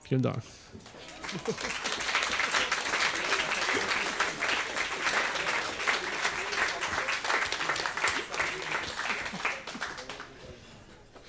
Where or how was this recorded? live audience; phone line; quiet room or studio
live audience